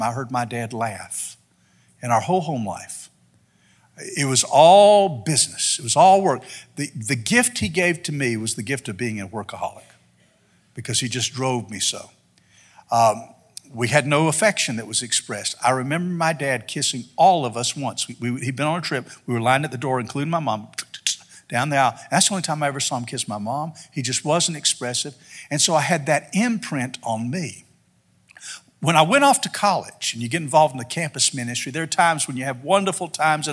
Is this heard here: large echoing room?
yes